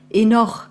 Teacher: Also spricht man das H gar nicht mit